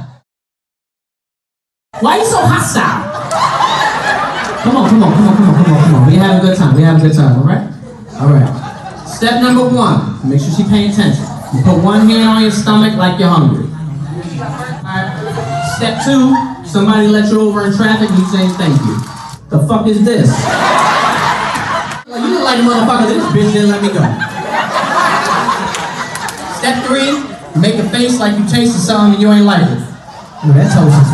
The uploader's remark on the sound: LIVE FROM THE FUNNY BONE. LIVE FROM FUNNY BONE.